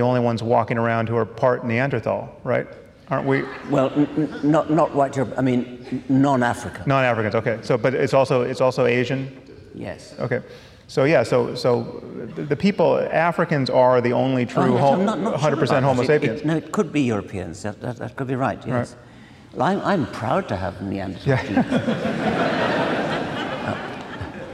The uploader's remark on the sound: At a live event in Los Angeles (second of two).